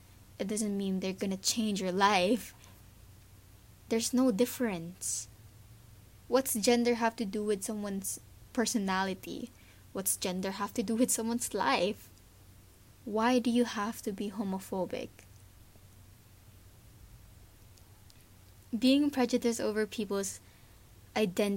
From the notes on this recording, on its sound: I'm sorry if my voice is not that good and the background noise is heard because I still dont have a good set up.